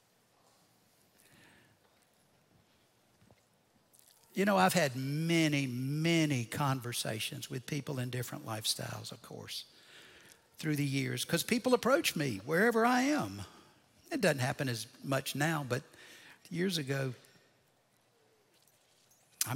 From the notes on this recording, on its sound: Recorded Live at Brookwood Church on 06.04.2023.